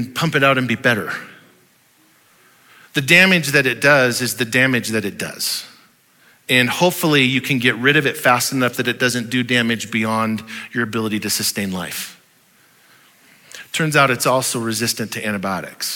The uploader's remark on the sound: Audio file of the Sunday Morning Sermon